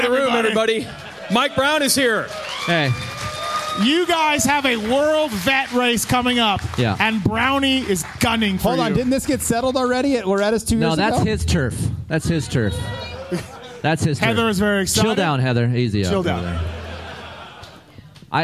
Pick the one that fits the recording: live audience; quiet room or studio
live audience